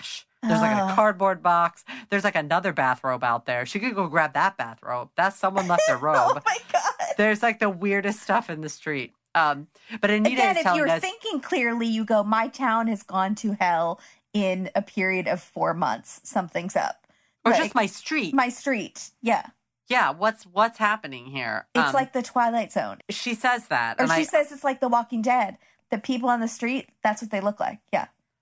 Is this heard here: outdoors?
no